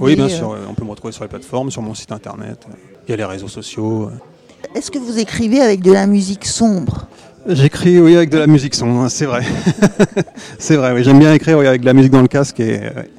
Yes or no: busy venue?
yes